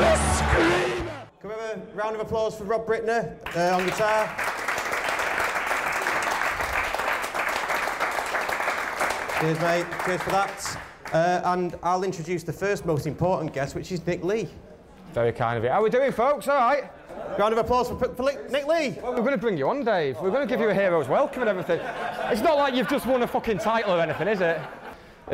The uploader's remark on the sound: a live podcast, held at The Kings Tap in Cheadle Hulme